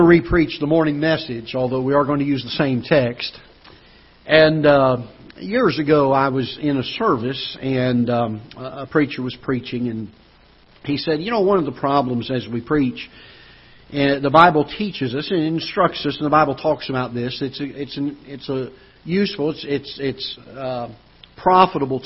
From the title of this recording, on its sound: Ketha Heights Baptist Church ~ Live Broadcast